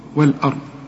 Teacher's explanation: الراء مفخمة والضاد كمان مفخمة فقط، إنما بقية الحروف مرققة